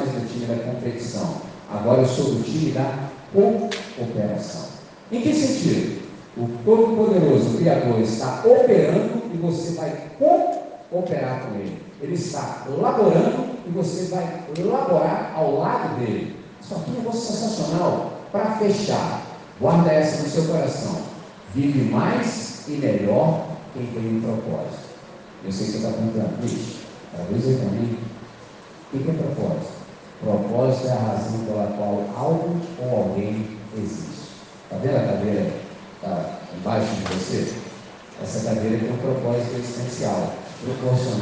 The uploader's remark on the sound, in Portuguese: Gravado em 17 de Novembro de 2023 na entrega de medalhas dis Jogos Estudantis com os estudantes do 5°, 6º, 7º, 8º, 9° e Ensino Médio do Colégio Batista Brasil, Unidade Volta Redonda, RJ.